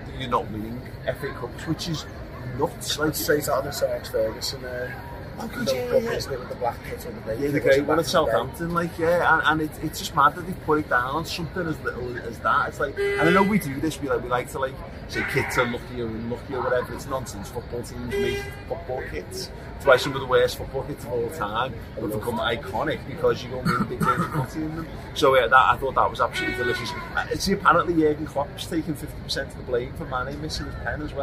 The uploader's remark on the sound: Outside Wembley once again, the morning after Liverpool beat Chelsea to win the FA Cup Final!